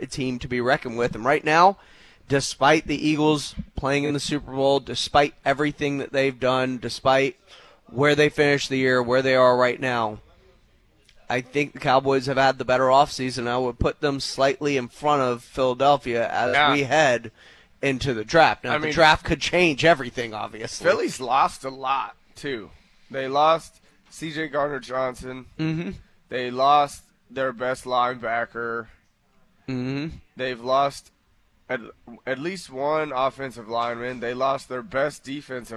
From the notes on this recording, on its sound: live from the House of Cards